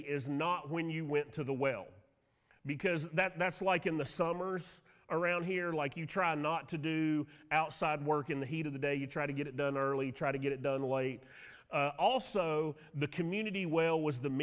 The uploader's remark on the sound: Sermon audio from Mission Church in Locust, NC.